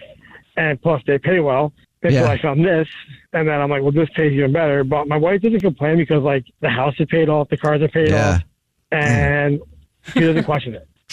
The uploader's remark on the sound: Give the caller an anonymous nickname so no one knows who they are. The guy on the phone.